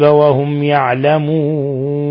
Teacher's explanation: ميم ساكنة جاء بعد حرف الياء، الحكم التجويدي إظهار شفوي